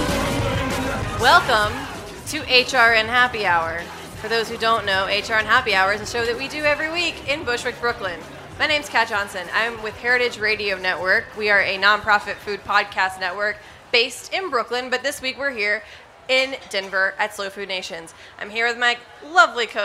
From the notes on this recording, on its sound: Recorded live at Slow Food Nations 2019 in Denver! For a special on-the-road episode of HRN Happy Hour.